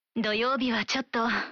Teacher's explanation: Veut dire un peu. Mais en allongeant la prononciation à la fin et en diminuant le ton de la voix pour dire ちょっと, on crée une nuance qui caractérise une certaine réticence.